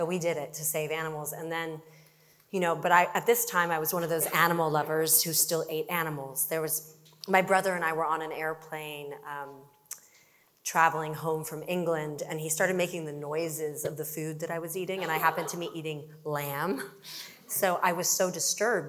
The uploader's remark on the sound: LIVE at Chai in the Hub. For our third-ever live podcast, we went big—a big crowd and a big-time Hollywood celebrity. A live audience of more than 450 people. At CJP’s annual Chai in the Hub celebration.